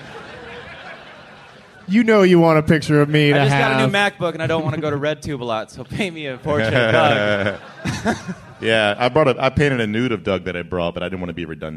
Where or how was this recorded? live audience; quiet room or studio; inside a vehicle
live audience